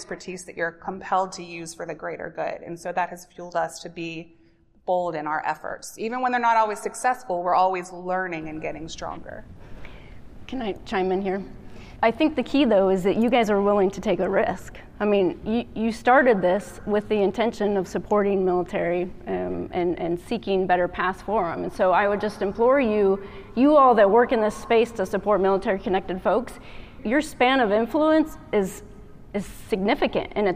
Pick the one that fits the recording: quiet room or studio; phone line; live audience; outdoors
live audience